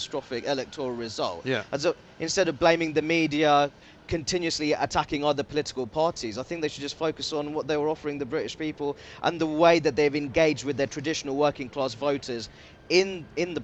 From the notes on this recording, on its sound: Comes live from College Green.